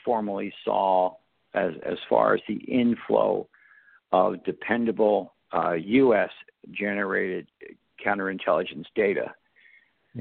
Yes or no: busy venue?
no